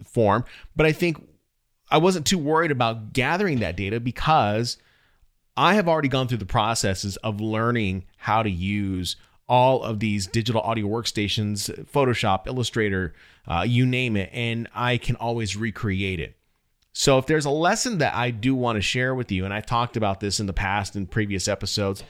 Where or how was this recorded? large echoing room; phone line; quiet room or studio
quiet room or studio